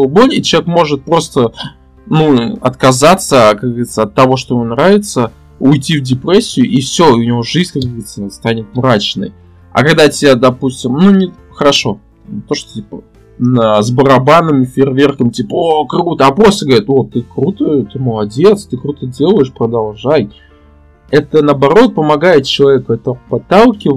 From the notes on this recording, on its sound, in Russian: Друзья, в начале хочу сказать, что немного напортачили со звуком